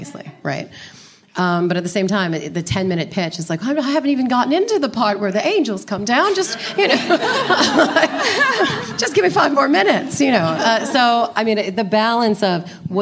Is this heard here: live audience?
yes